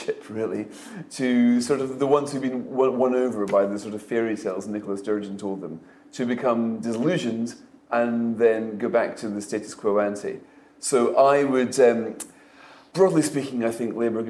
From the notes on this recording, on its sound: a live recording of Coffee House Shots from Tory party conference